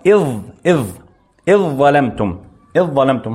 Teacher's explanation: نقرأ بإذ ظلمتم مباشرة، يعني في الكتابة، في الكتابة نكتب الألف والذال، لكن عند القراءة ننطق بهمزة مكسورة، همزة قطع، ألف مكسورة، بعدها مباشرة ظاء مفخمة · Term: إدغام الذال في الظاء